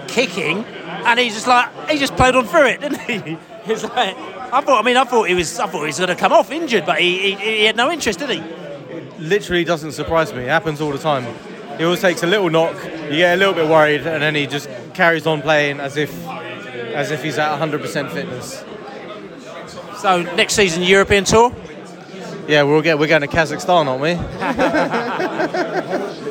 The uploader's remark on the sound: post-match podcast from the stands